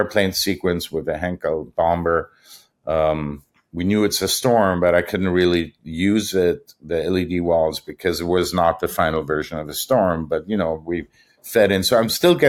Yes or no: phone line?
no